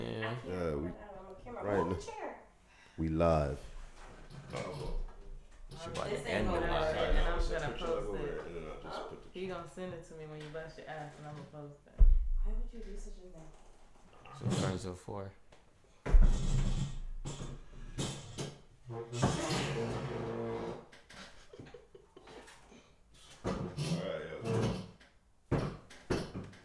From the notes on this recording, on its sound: WERE SHARING A MIC ON TODAY'S EPISODE SO BARE WITH US